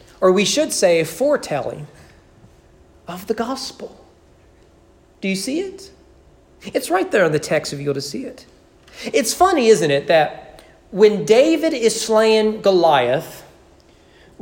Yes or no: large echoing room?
yes